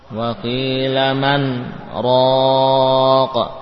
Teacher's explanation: Ini dibaca man sesuai dengan makhraj nun man, kemudian sakt yakni berhenti diam sesaat. Di mana zaman diam ini secara ghalib tidak cukup untuk mengambil nafas. · Term: saktah